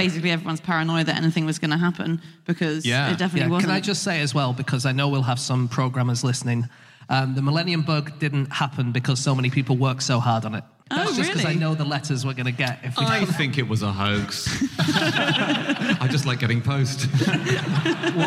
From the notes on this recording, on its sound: Live from Liverpool.